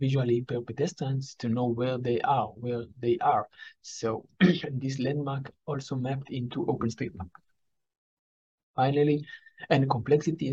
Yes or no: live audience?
no